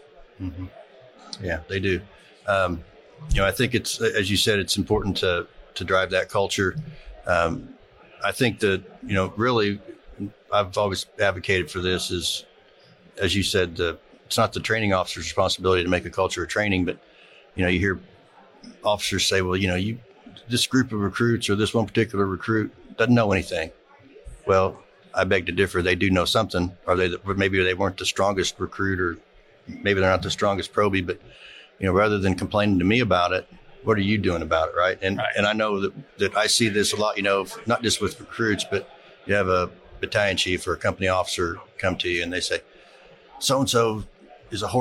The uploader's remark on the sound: Live at FDIC